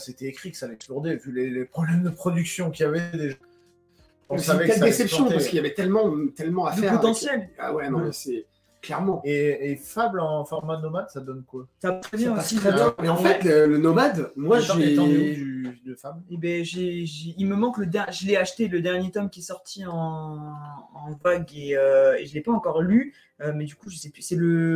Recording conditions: poor sound quality